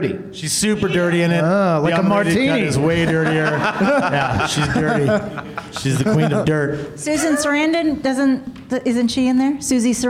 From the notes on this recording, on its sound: Live from the UCB Sunset in Hollywood, California